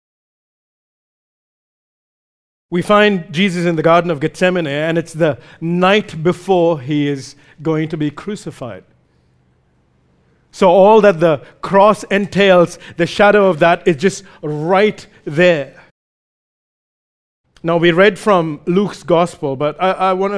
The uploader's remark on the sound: recorded live at Grace Community Bible Church